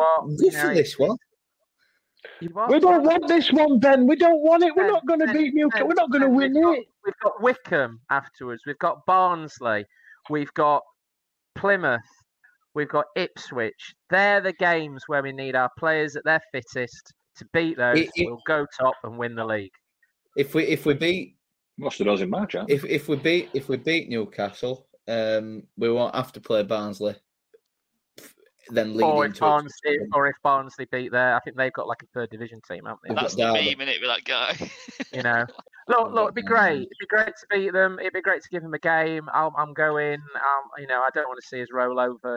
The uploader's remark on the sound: Some audio issues this week.